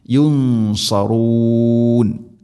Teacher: സ്വാദാണ് ഇസ്തിഇലാഇൻ്റെ അക്ഷരമാണ്, സ്വരഭാരത്തിൽ ഉച്ചരിക്കണം. ഗുന്നയും സ്വരഭാരത്തിലായിരിക്കണം.